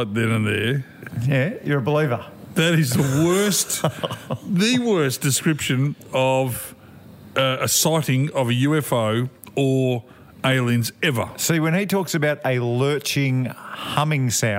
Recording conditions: busy venue